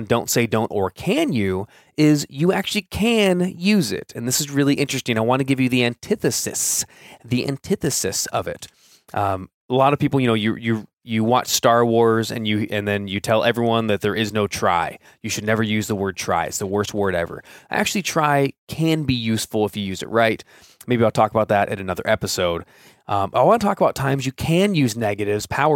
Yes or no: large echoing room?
no